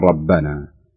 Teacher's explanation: إذا وقفنا على ألف مثل هذه الألف ربنا نقرأها بالقصر نقول ربنا، إذا وصلناها إذا كنت تقرأ بالقصر مثل قراءتك أنت بدأت بالقصر فتقرأ أيضا بالقصر ربنا إنك.